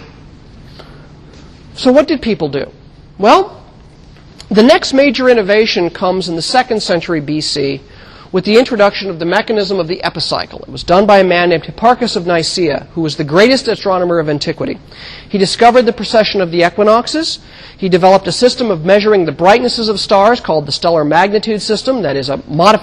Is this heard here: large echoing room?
yes